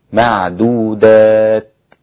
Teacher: وإذا وقفت عليها يكون إظهار الهمس فيها هكذا معدودات بحيث يسمعه القريب دون البعيد.